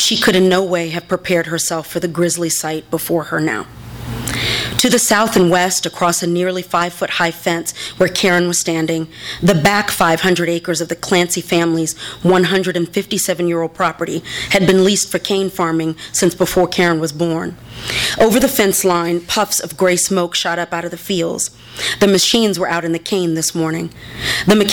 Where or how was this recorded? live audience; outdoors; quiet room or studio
live audience